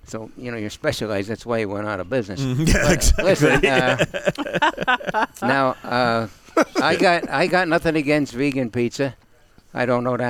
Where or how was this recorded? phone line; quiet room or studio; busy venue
busy venue